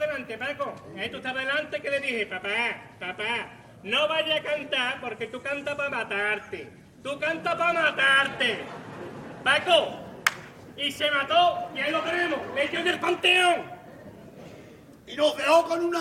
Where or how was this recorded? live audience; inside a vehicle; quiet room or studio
live audience